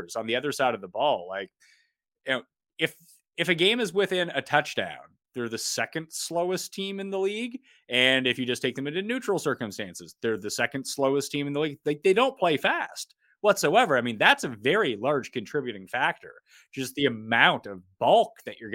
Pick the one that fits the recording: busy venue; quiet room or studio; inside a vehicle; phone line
quiet room or studio